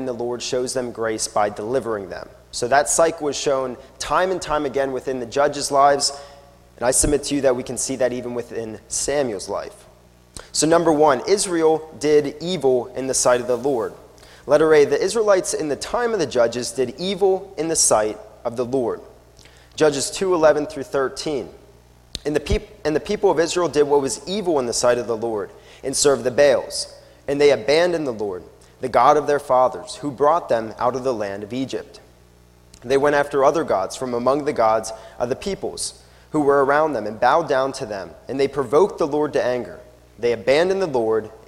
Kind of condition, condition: setting, large echoing room